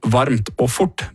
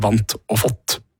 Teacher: vi som skarrer ofte uttaler hele ord der R kommer sammen med T som varmt og fort, mens rulle R-folket sier vant og fått